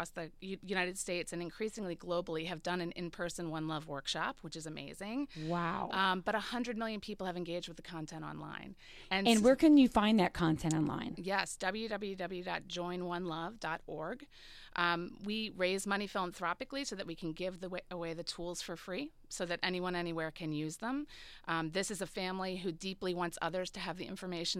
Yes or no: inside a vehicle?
no